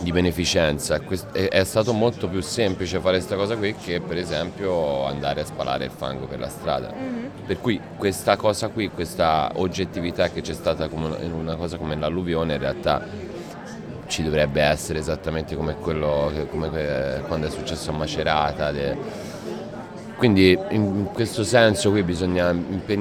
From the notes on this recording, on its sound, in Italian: In occasione della serata conclusiva del Festival delle Resistenze Contemporanee in piazza Cesare Battisti a Trento. Ci siamo presi un caffè con lui rubandogli i minuti del pre concerto.